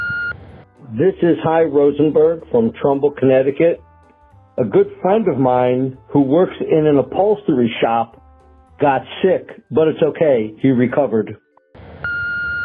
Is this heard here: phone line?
yes